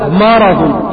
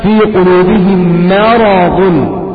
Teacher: إنما البعض يقول لك مرض، يبقى معنى هذا فخم الميم وفخم الراء كذلك، ولكن الترقيق يكون في الميم لأن الميم حكمها الترقيق لأنها من حروف الاستفهام، وأن الراء حكمها التفخيم لأنها مفتوحة، فنميز ترقيق الميم من تفخيم الراء · Shown in: second take